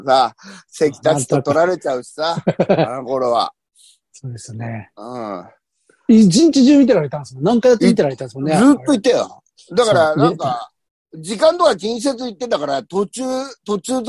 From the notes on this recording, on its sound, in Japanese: ZOOMで収録